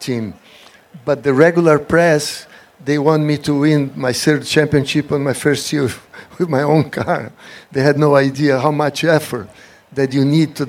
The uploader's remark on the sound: Live at The Quail, a Motorsports Gathering